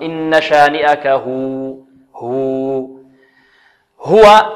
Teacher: الواو مرققة في الوصل وكذلك في الوقف، والهاء كذلك مرققة